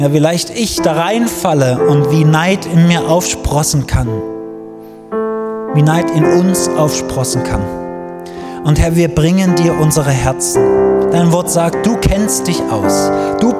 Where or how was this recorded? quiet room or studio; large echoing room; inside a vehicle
large echoing room